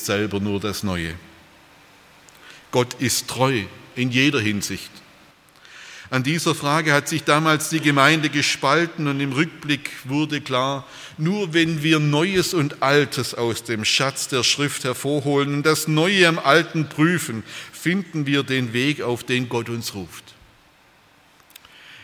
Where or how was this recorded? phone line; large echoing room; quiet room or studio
large echoing room